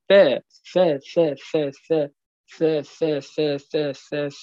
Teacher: هذا حرف مهموس، يعني أنه سوف يكون هناك ضعف في الاعتماد وجريان للنفس